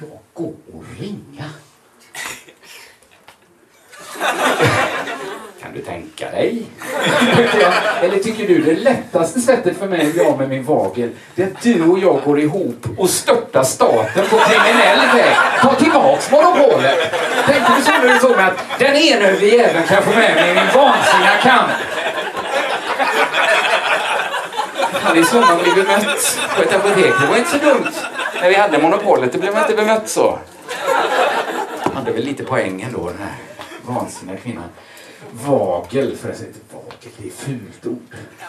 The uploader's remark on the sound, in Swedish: Inspelad i mars 2020 på Bonden Bar i Stockholm.